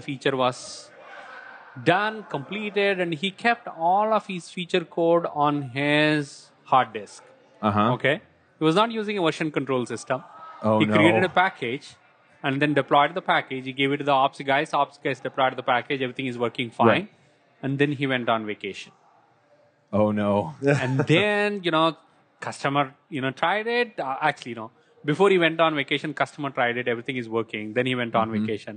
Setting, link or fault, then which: setting, busy venue